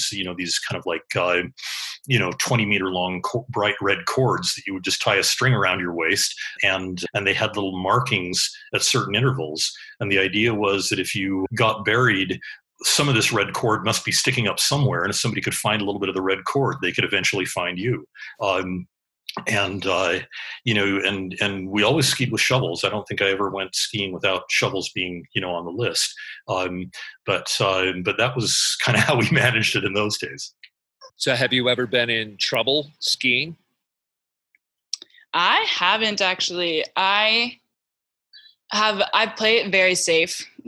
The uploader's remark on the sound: spoke over Zoom